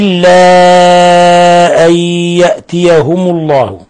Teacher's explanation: قوله تعالى إلا أن يأتيهم الله، مد منفصل، إلا أي مد منفصل، حرف المد في كلمة والهمزة في كلمة أخرى، يمد من 4 إلى 5 حركات